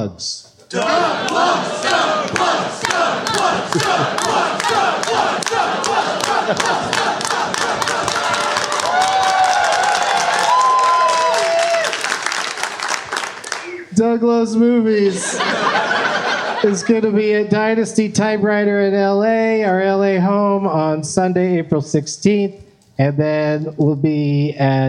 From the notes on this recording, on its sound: Live from the Helium Comedy Club in Portland